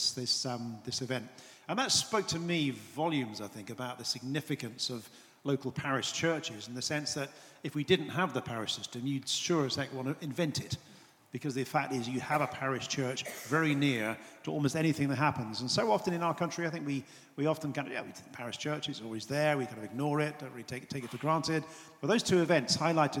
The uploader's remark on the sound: An event recorded this week at St Mellitus College. A recording of a lively event at St Mellitus College, in London. It was hosted by the Church Times and SCM Press, and recorded by Captive North.